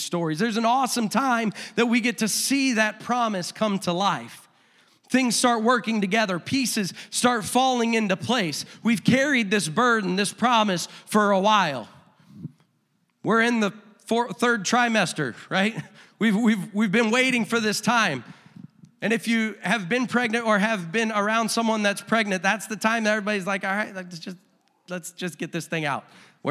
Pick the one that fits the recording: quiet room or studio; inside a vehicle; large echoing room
large echoing room